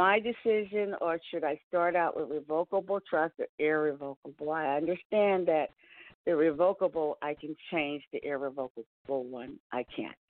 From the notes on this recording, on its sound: TNTSuperfantastic Conference Call.